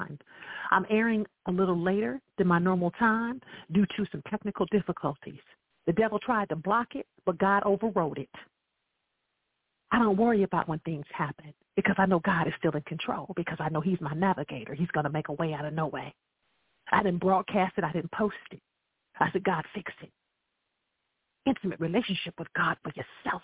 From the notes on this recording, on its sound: I welcome live callers to dial